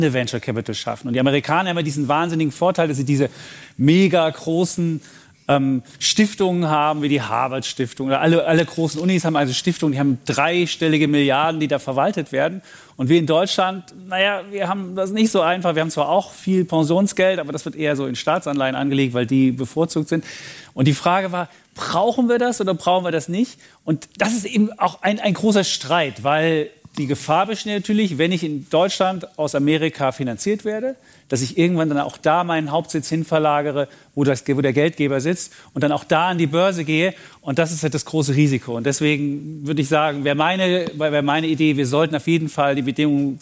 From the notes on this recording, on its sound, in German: Diese Sonderfolge wurde live vor Publikum auf dem WELT Transformationsgipfel aufgezeichnet.